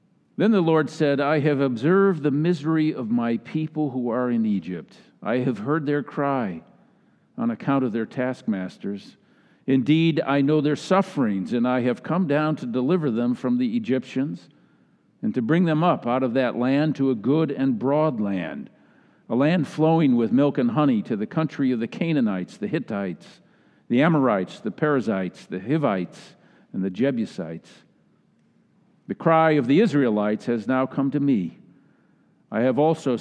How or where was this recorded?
large echoing room